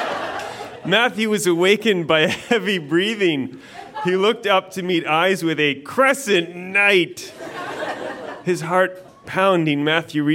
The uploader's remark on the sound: Recorded live at Fromagerie Elgin in Sudbury.